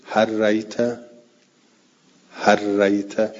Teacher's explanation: اما عکسش جایزه، لام را تو ر ادغام بکنیم، کما جاز ادغام لام فر را، یعنی برعکسش، مثل هل رأیت رو بگویم هر رأیت، هر رأیت، یعنی لام تو ر ادغام بشه